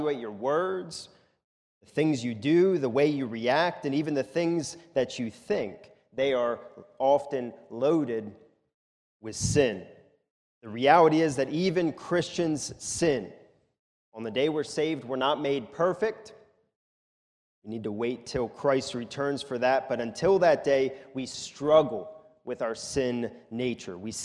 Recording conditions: large echoing room